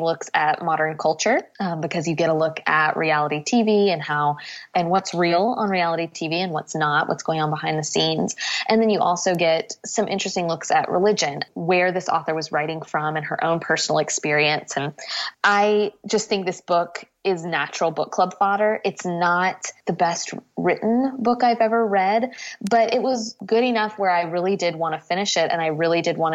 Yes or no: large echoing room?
no